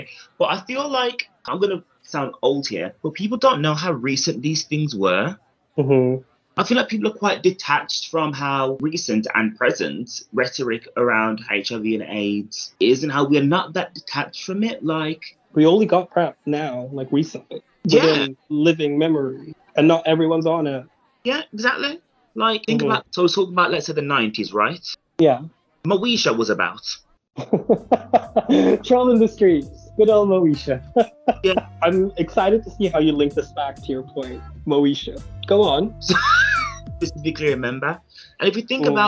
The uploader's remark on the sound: Apologies for the audio quality! It's not too bad but we were still learning.